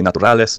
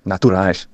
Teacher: you can hear there's like a lot more nasal thing on the natural part · Shown in: second take